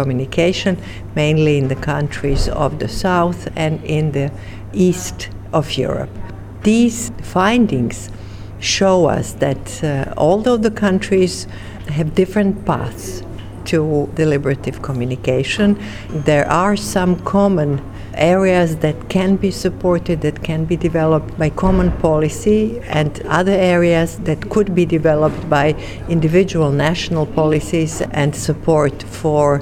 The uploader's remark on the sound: We have mics on the Mediadeldom final conference (Panel 1) discussing the results of the project and its impact on the media governance.